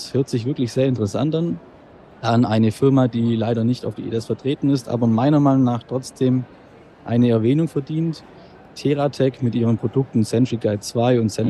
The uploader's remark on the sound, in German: Live auf der IDS 2023 in Köln